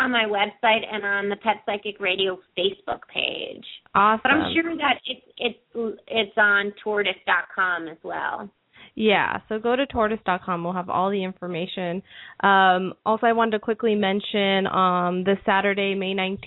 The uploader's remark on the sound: open up the lines for listeners to call